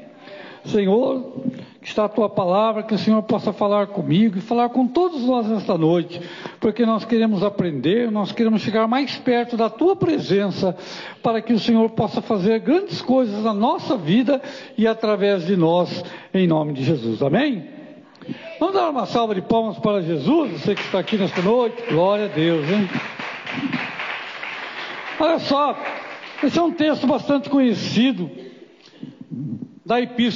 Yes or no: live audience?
yes